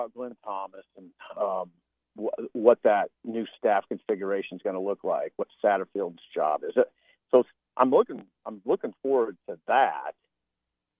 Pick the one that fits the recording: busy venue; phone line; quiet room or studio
phone line